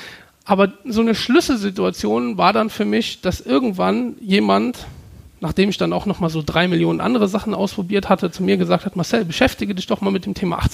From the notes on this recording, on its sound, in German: Teil unseres Gastvortrags